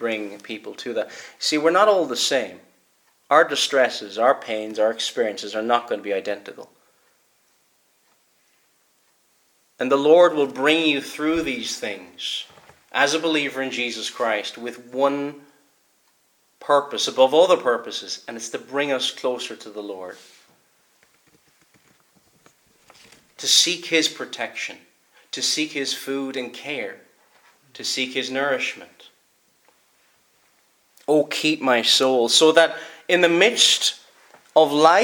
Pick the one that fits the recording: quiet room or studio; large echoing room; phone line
large echoing room